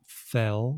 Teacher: So it's fall, fell, with no T sound